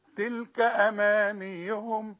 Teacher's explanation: فعند الوصل الكف مفتوحة بس ما فيش بعدها ألف